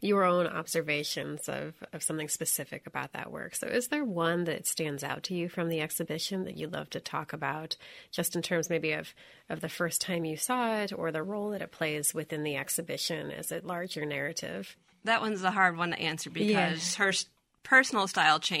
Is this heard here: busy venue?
no